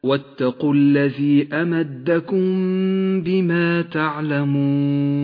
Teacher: بعد ذلك الإخفاء الشفوي في قوله تعالى واتقوا الذي أمدكم بما تعلمون، الميم الساكنة تخفى بحرف الباء الذي بعدها، إخفاء شفوي، تغن الميم بمقدار حركتين